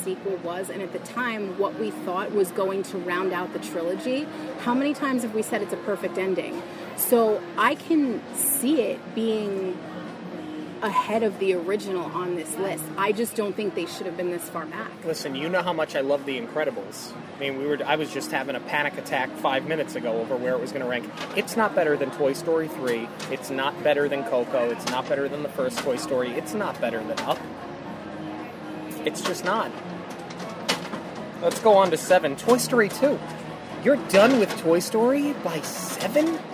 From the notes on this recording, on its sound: We are taking the show on the road, recording live from Baseline Taphouse at Disney's Hollywood Studios.